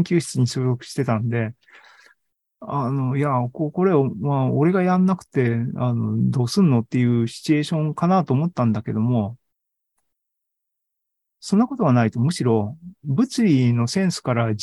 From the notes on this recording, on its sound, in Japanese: ２０２２年１１月３０日に開催した ZOOMライブの模様です